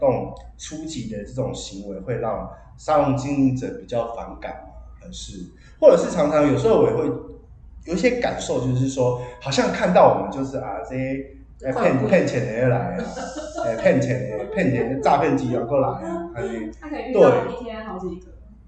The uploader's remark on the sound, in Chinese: 有聽眾朋友反應這集的回音較大。因為當初在場地判斷上的疏忽已經盡可能用手上的軟體去調整但效果還是不如預期。